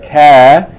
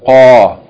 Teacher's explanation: And also, I want to note here that the letter Kaf, it's close to the letter Qaf in the terms of the place of the articulation. Both of them are from the back of the tongue, except that Qaf is a little bit further back, just before the throat. And Kaf is a little bit ahead of it.